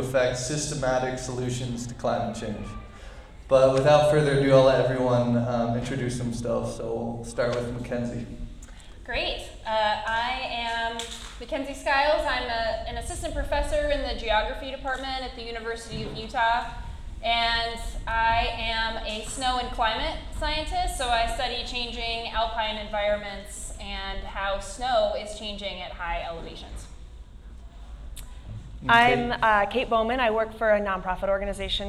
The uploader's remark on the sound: Live Recording of the Climate Change Panel Discussion in collaboration with Protect our Winters from the Vamoose Rendezvous Festival at the Kiln Theater.